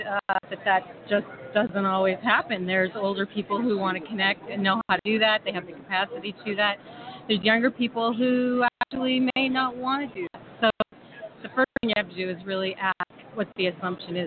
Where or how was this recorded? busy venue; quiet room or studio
busy venue